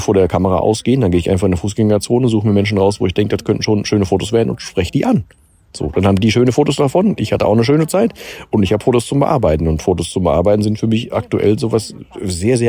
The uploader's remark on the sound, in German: in dieser Folge vom Strand